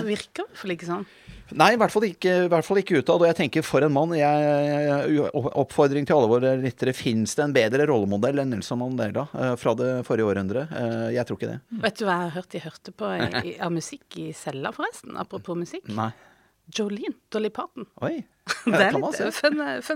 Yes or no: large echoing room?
no